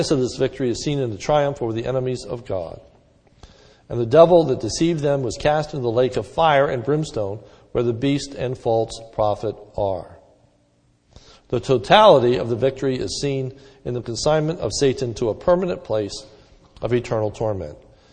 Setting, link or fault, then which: setting, large echoing room